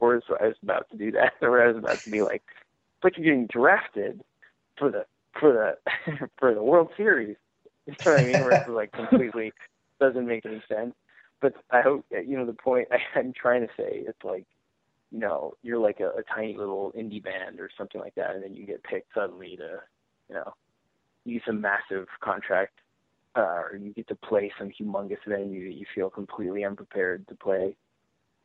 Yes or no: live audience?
no